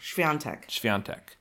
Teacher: There's definitely an N sound after the A. That's the main thing that you don't see in the writing.